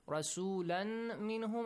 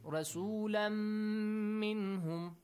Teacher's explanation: the Nun sound or the Tanwin sound will be merged to the Mim, and it will have the Mim sound. · Shown in: second take · Term: Idgham